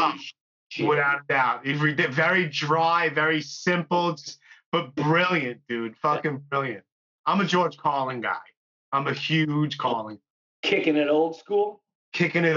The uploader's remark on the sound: In the meantime, we did an episode via Skype.